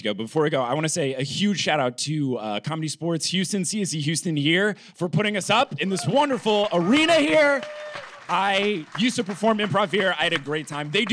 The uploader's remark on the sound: Live from Houston, TX.